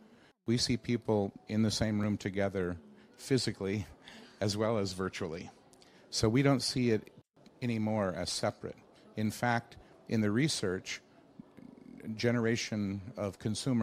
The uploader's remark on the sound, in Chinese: 在 UCAN 2019 阿里巴巴设计大会的现场。